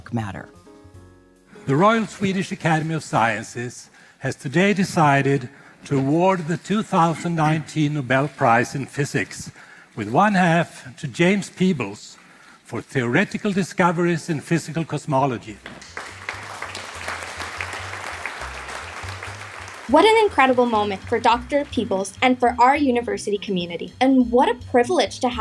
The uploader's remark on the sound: take questions from our live audience